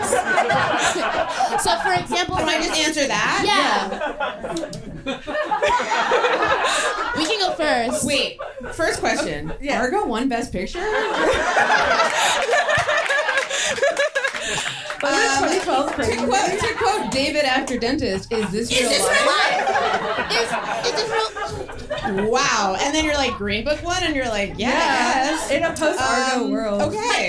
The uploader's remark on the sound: Live from Union Hall.